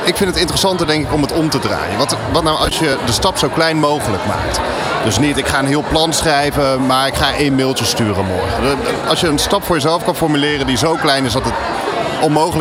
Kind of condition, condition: setting, busy venue